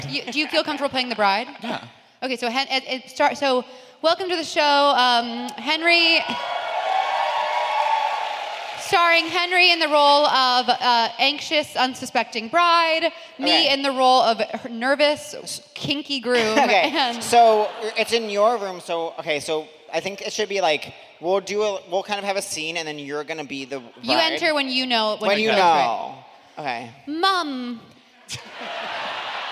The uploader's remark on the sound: Seek Treatment Live: London.